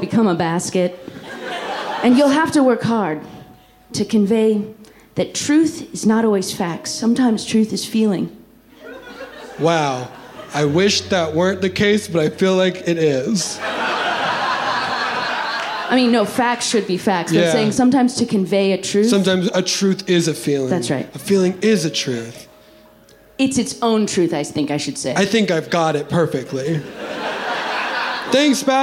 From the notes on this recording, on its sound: The following was recorded live at the Bourbon Room in Los Angeles as part of the Netflix is a Joke festival in 2022.